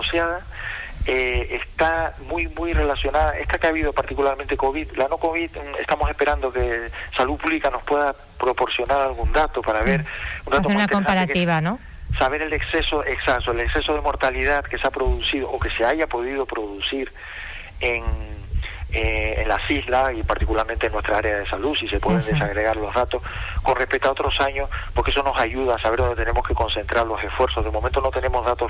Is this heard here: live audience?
no